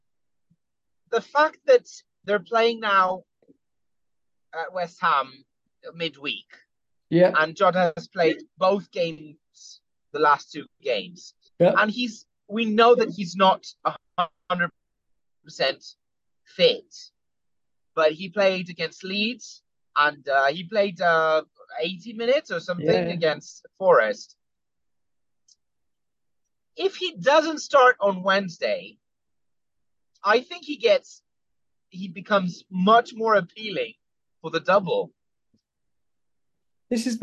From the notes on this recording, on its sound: Apologies for any technical difficulties in this pod.